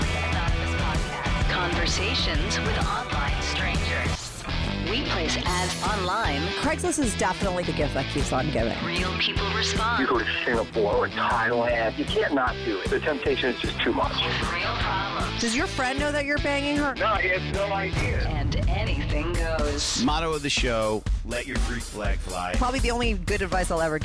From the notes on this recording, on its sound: called in to talk all about it